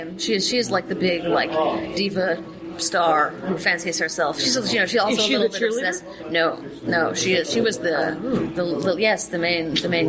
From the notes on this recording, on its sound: We have dinner in Brooklyn (Japanese). So, you get to hear more restaurant noise!